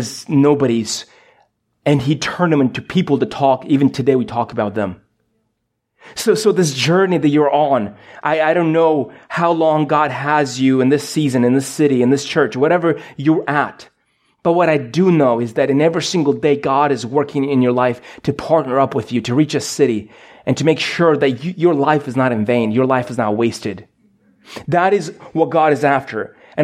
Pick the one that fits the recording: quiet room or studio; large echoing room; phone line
large echoing room